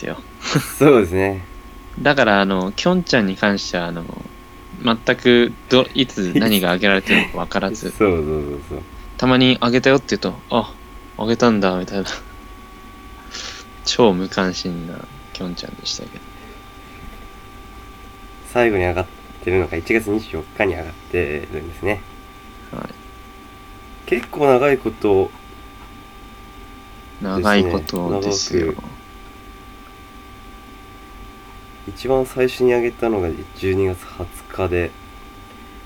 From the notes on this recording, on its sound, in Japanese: 雑音にご注意を